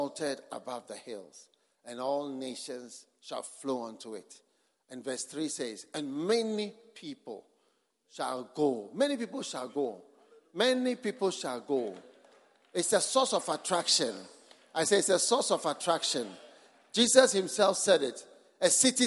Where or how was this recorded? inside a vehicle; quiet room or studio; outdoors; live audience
live audience